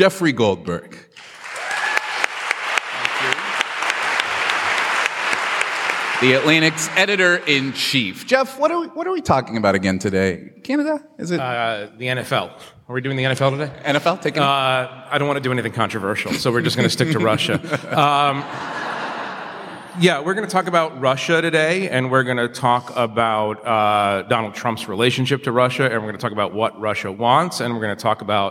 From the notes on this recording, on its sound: Recorded before a live audience at the Sixth and I Historic Synagogue.